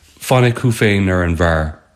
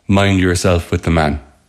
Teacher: And we've got the F and F sounds that close the line in Irish. I replaced those with M sounds in English.